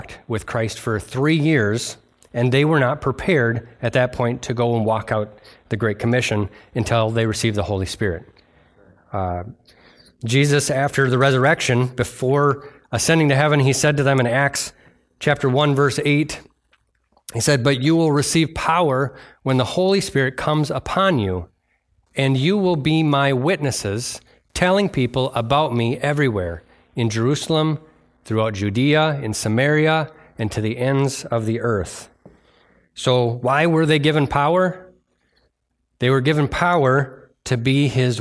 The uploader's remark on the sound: delivered on November 19th, 2023 at Bible Center Church in Maiden Rock, Wisconsin